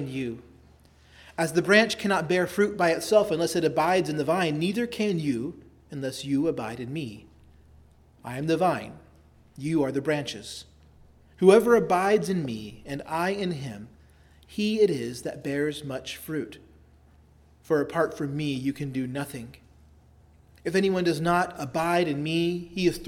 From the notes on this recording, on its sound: preached at Christ Our Savior Baptist Church on Sunday, September 24, 2023